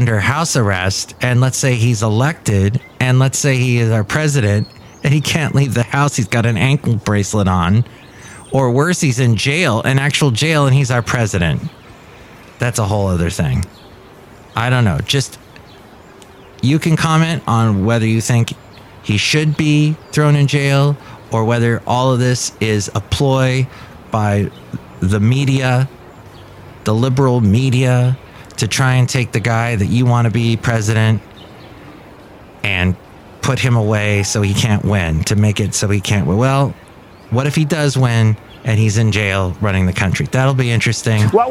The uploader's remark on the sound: podcasts live from Café Anyway